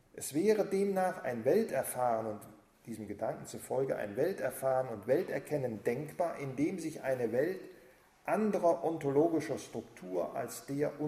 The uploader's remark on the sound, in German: Vortrag im Rahmen der Husserl-Arbeitstage 2009.